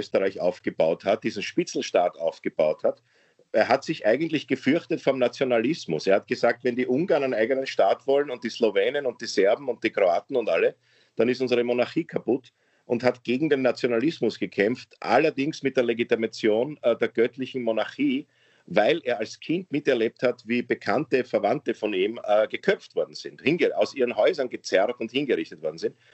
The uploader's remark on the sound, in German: Aufzeichnung einer ZOOM Session vom Montag, 8.